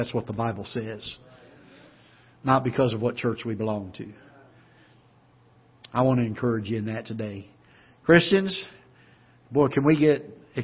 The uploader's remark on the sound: Ketha Heights Baptist Church ~ Live Broadcast.